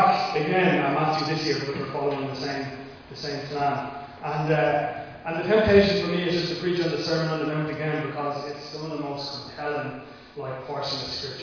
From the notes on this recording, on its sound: Recorded live in Liberty Church on 1 August 2021